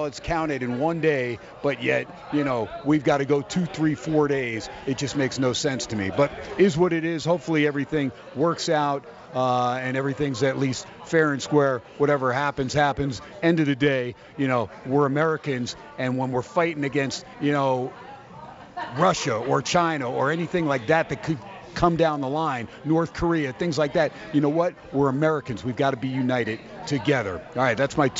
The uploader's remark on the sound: "Live" from Steiner's Pub in Las Vegas